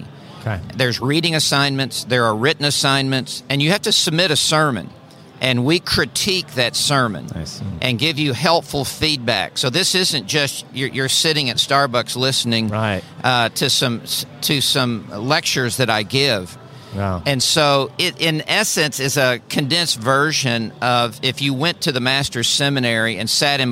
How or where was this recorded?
busy venue